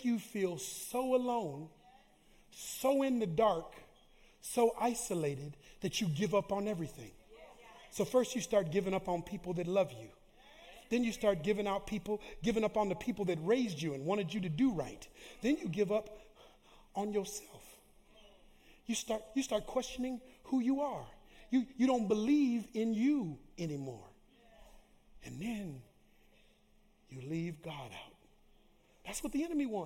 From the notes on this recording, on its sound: Live Recording: 2/25/2024 - 10:30am Service